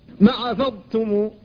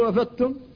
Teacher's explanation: فالضاد ساكنة قبل التاء فلا بد من إظهارها لئلا تدغم فيها · Shown in: first take · لأن كثيرا من الناس يقول أفدتم فيدغمها فيها.